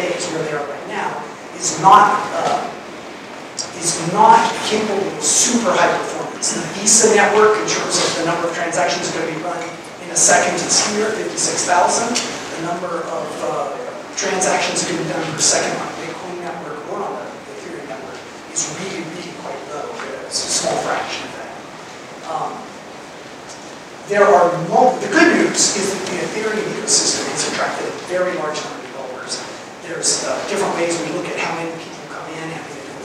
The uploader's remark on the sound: Fireside Chat at Denver Startup Week